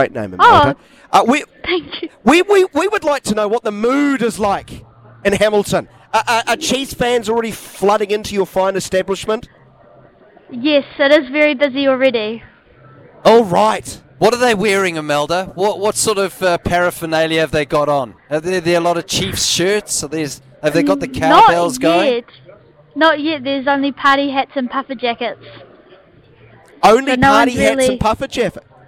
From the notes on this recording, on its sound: We called the Taphouse in Hamilton to get the vibe of the city ahead of the Super Rugby Pacific final.